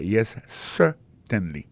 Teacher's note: gardez bien pour un mot certainly, accent tombé sur le premier syllabe là. · Term: accent tonique